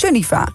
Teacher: Toch, de klemtoon is Sun.